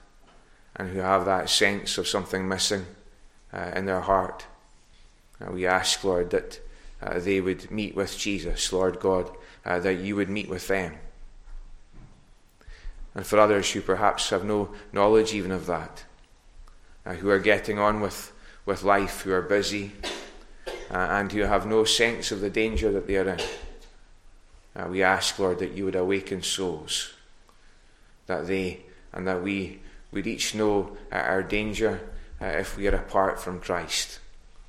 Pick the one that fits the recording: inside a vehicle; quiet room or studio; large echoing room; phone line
large echoing room